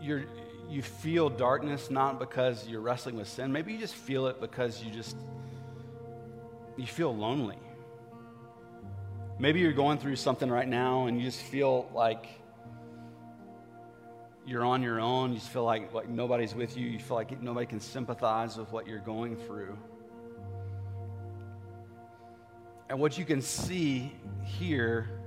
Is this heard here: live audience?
yes